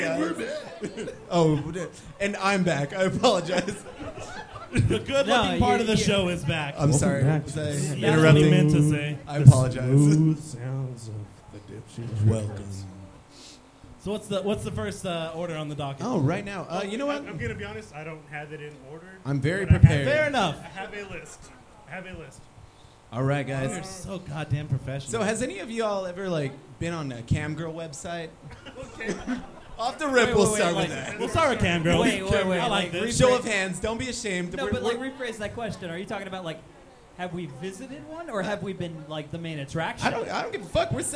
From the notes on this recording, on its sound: Go live from 10 Sports Bar and Grill and keep things loose.